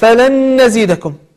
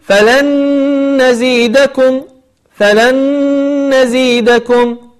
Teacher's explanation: طيب، في قول الله سبحانه وتعالى، هذه الملاحظة السادسة، في قول الله سبحانه وتعالى فلن نزيدكم، هنا عندنا نونا النون الأولى فلن، وهنا النون الثانية نزيدكم، فنون ساكنة مع نون أصبح عندنا إدغاما، أصبح عندنا إدغام بغنة